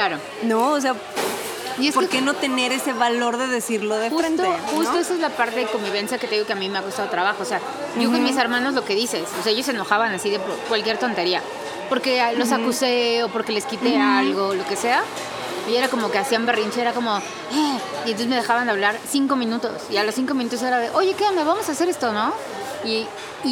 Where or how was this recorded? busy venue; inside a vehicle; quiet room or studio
busy venue